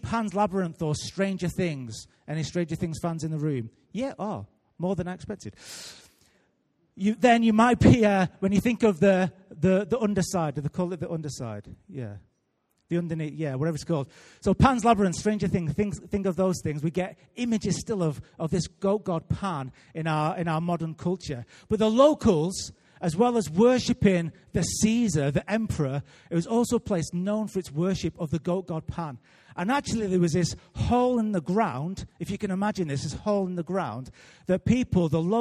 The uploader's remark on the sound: Recorded live at Life Church Lancashire